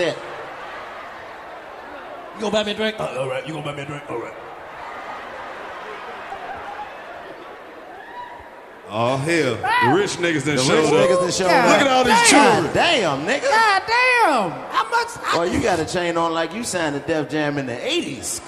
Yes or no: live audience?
yes